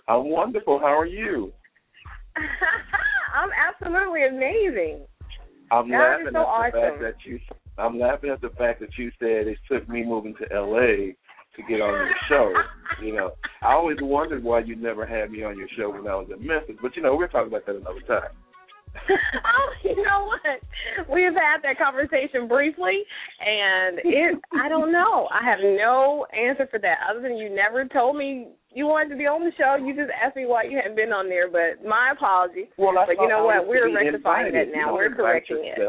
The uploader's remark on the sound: Today we are opening the phone lines for our listeners to be our guest and decide our topics!!! LML uses a progressive live call in format.